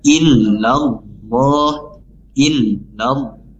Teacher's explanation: lamnya langsung masuk ke lafaz Allah yang dimana dibaca tafkim atau tebal ya